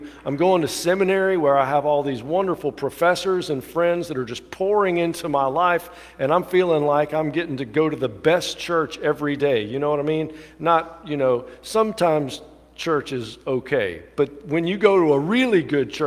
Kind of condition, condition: setting, large echoing room